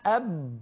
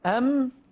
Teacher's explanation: وقوة الإطباق مع الباء أقوى من الميم. الميم من الشفتين مع انطباقهما بالاشتراك مع مخرج الخيشوم أم.